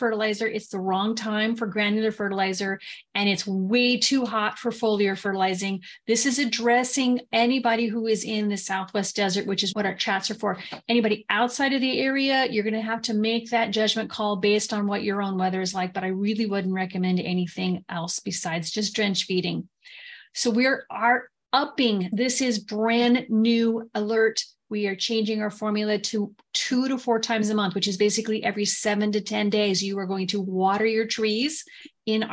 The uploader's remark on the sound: As we chat with our zoom audience. Live Zoom webinars focusing on fruit tree care.